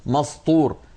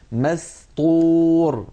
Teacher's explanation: والطاء حرف مستعل مفخم مطبق، وقبله سين مرققة مستفلة · Shown in: second take · فإذا ما انتبهنا ممكن السين تفخم فتصير مسطور، فلننتبه إلى ذلك ولنرقق السين ولنقل مسطور ولا نفخم ما رقق.